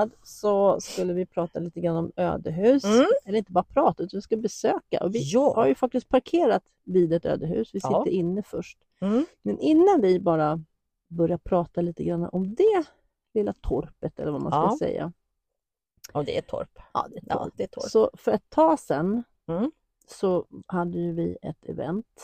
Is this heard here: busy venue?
no